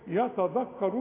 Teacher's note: بطلع لساني في الذال وازاي الذال مرققة